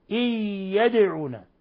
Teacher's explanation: ثم لاحظوا قلقلة الدال لأنها ساكنة يدعون إن يدعون ولا تشبع القلقلة فتنقلب حركة.